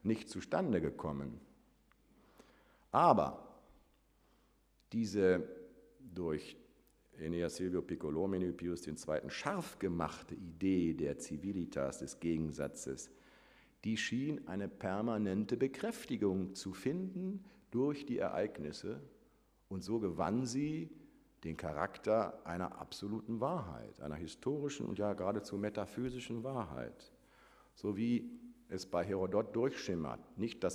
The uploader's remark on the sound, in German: Vortrag im Rahmen der Samstags-Uni